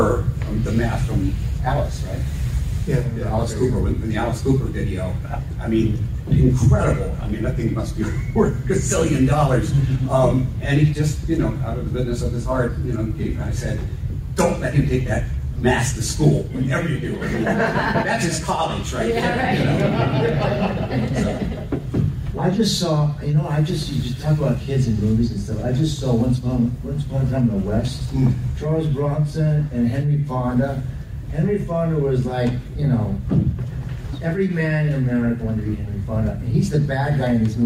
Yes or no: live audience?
yes